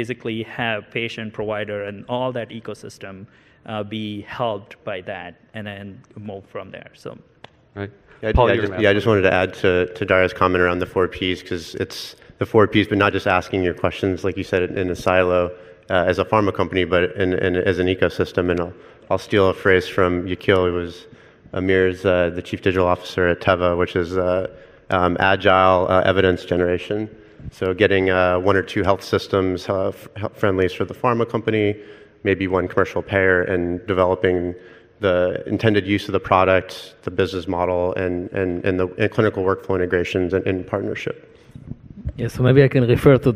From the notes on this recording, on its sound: First recorded at the 2019 PODD: Partnership Opportunities in Drug Delivery conference. A panel of Connected Health leaders in the industry provide their views.